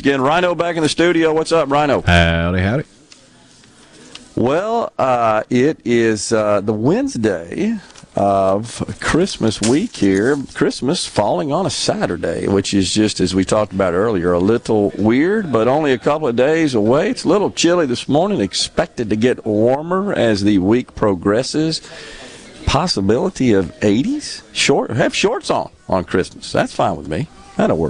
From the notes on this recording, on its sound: coming to you LIVE from Carter Jewelers on High Street in Jackson as folks make their last minute gift purchases